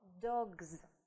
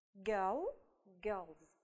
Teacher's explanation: В этом случае окончание «s» будет произноситься как звонкое «z», потому что ей предшествует звонкая согласная. Да? То есть мы будем произносить звук «з».